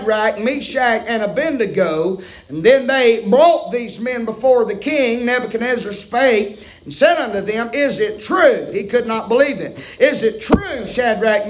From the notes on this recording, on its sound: preaching live from Still Water Baptist Church on 7/26/23 Wednesday pm